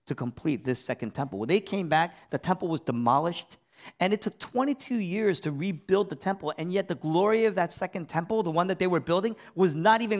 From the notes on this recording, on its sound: Originally preached in East Falls, Philadelphia on May 7, 2023. Was originally preached in East Falls, Philadelphia.